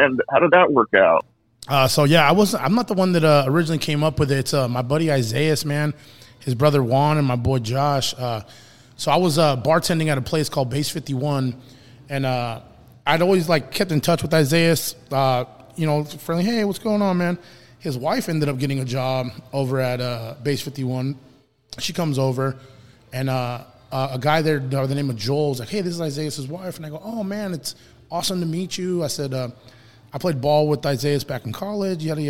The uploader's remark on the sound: Live from the Smoke and Fire Social Eatery